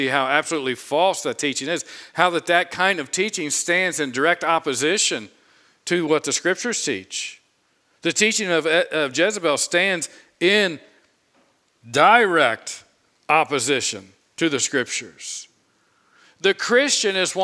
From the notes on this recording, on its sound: preached this sermon on Sunday, April 10, 2022 from the pulpit of Grace Community Church in Berea, KY.